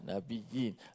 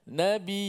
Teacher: riwayat Qalun umpamanya membaca dengan Nabiyyina. Ada Hamzah kat situ. · Shown in: second take